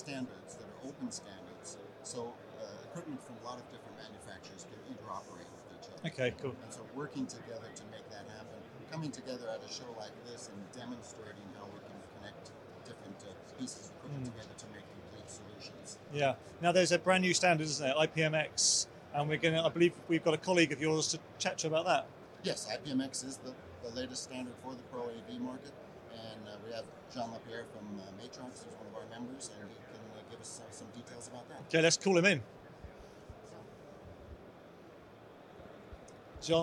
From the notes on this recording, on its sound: At ISE 2023